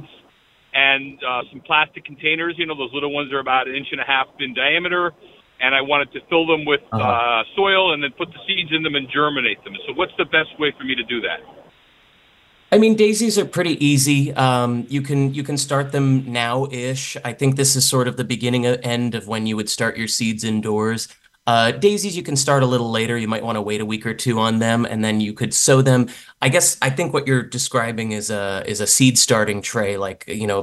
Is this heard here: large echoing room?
no